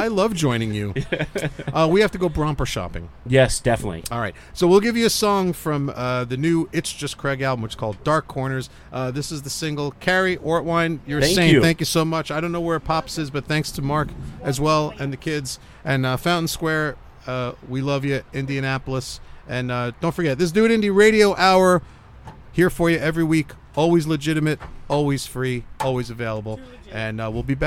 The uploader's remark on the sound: Taped this week's episode outside on the hottest day of the year. As the microphones melt and the laptop suffocates.